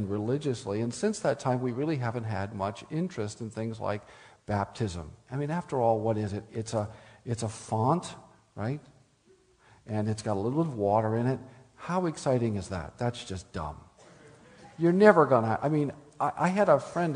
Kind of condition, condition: setting, live audience